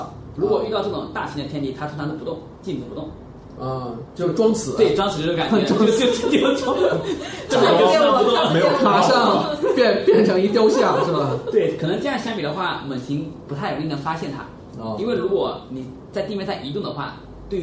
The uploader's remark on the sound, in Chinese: 本期节目为在张大妈办公区用录音笔录制，可能有街道上的杂音，请见谅。